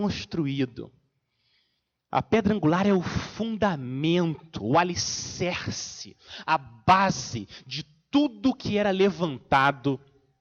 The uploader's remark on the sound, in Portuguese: Mensagem gravada na Igreja Batista Jardim Minesota.